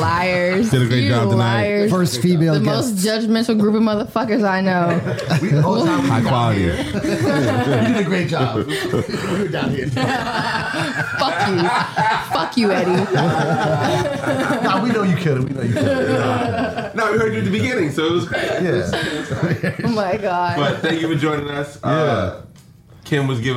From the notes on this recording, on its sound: WHATSAPODCAST broadcasted live from the Eaton Hotel on Monday September 9th for the Take Creative Control summit.